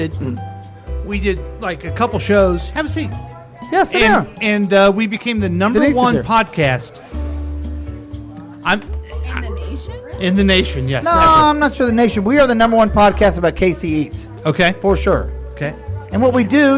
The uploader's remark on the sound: Live from The Lakewood Local